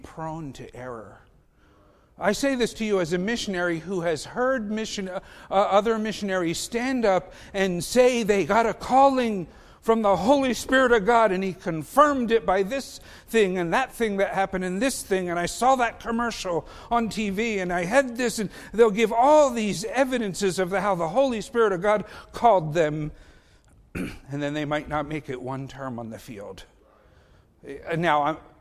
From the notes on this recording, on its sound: Faith Baptist Church in Hamilton, NJ.